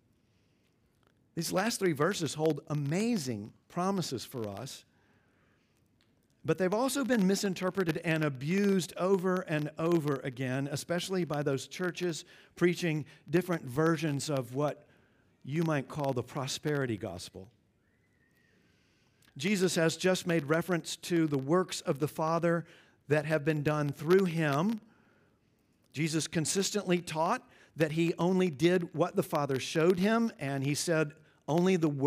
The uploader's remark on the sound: at Covenant Hope Church in Dubai, UAE